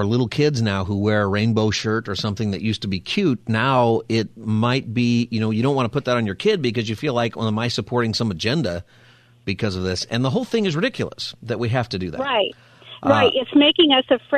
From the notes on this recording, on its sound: We also continue Open Phone Friday taking calls on any topic.